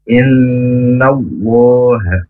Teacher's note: terdengung ditahan dua harokat di n-nya innallah Allah tebal karena sebelum Allah berharokat fathah jadi bacanya tidak boleh